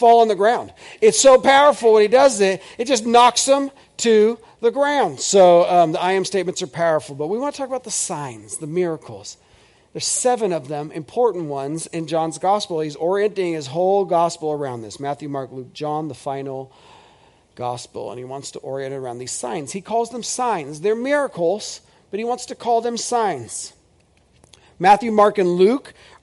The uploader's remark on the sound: This is audio ripped from the Live Service video.